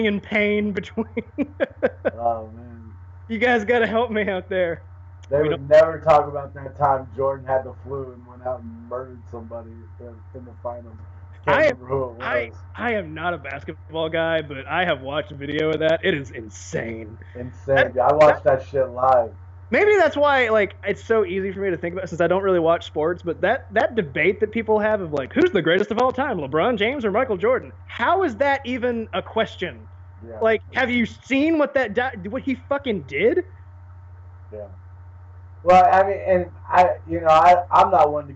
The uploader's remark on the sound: I want to apologies for both the audio quality and the fact that it’s not heavily edited as I’ve got to get ready to head out of town for the weekend.